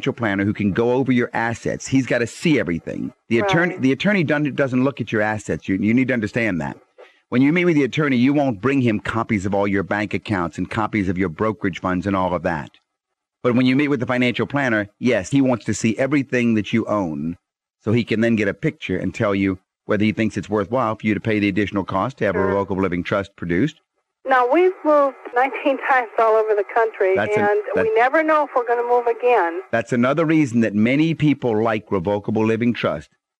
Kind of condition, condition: link, phone line